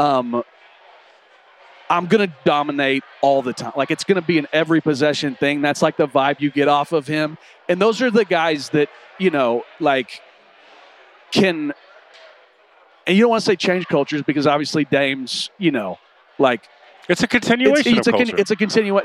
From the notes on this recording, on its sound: Live from the concourse of the Thomas & Mack Center. The first three days of Las Vegas Summer League.